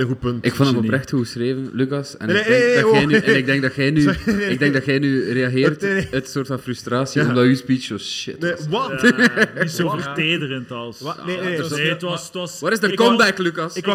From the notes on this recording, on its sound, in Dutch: LIVE op Shtick Fest in Comedy Club Haug in Rotterdam